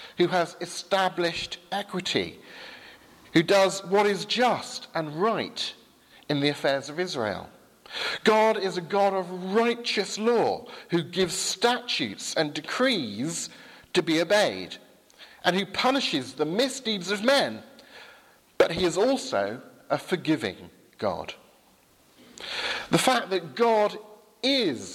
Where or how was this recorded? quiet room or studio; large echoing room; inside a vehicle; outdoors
large echoing room